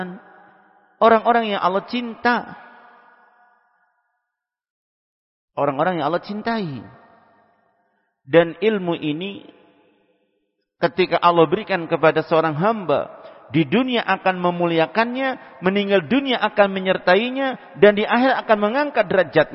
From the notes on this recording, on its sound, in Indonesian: Tempat: Masjid Ma'had Darussunnah Jeneponto.